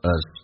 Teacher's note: as 不被强调，一般可以说成 a 加个 z